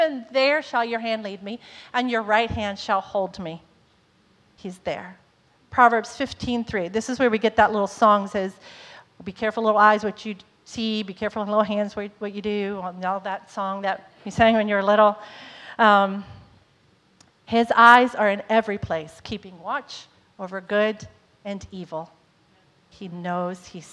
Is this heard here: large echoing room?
yes